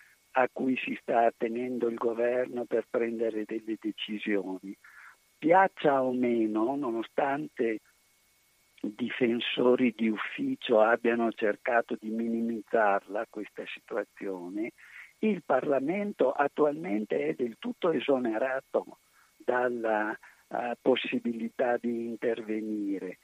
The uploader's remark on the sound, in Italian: Parliamo al telefono